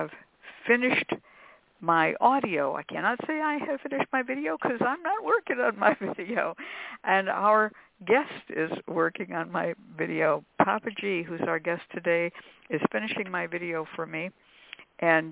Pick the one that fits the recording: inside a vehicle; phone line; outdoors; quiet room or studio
phone line